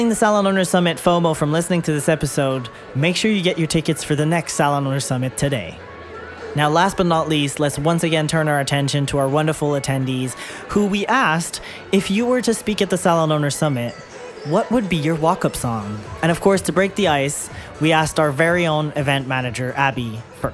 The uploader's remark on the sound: Live From the Salon Owners Summit 2024